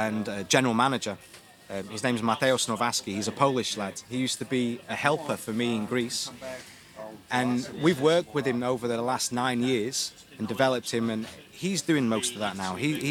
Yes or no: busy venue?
yes